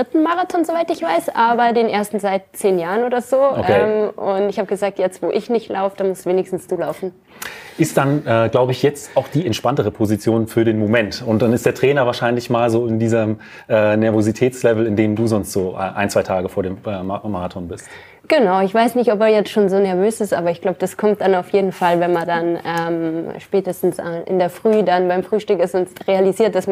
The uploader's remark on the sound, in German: Sprechen wir live aus dem Laufshop Leder in Frankfurt am Main. Das Livepublikum im Laufshop Leder in Frankfurt.